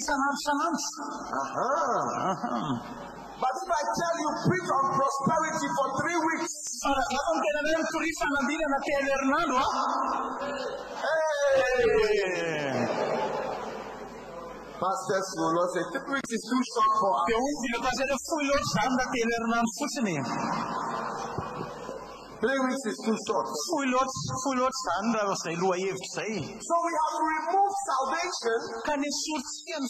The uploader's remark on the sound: Preached at the Day 2 of the Healing Jesus Campaign Pastors Conference in June 2023, Antananarivo-Madagascar.